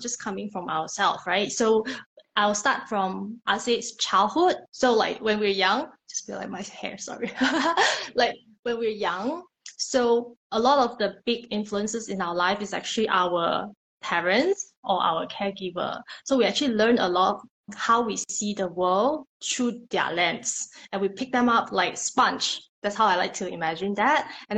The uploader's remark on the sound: During an IG Live